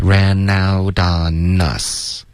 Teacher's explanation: Ran out on us 的这些 N 的音要注意，别用中文的这个 N 的这个后鼻音。OK, ran out on us 都是舌尖的